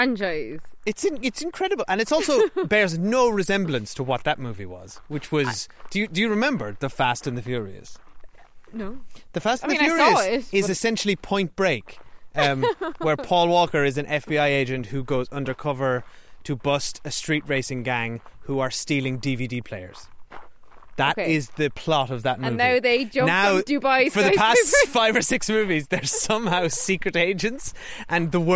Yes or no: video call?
no